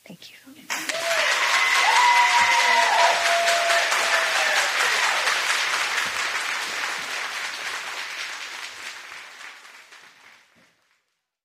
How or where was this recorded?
live audience